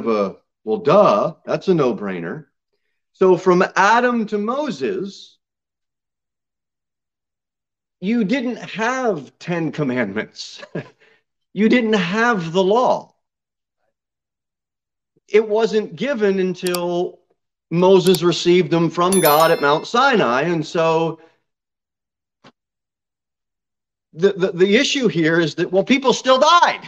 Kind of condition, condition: setting, large echoing room